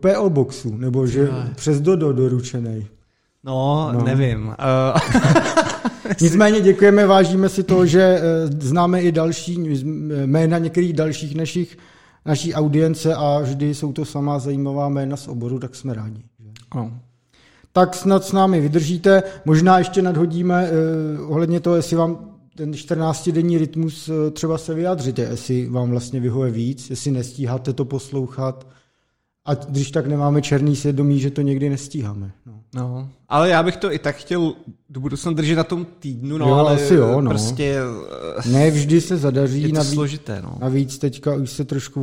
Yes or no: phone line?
no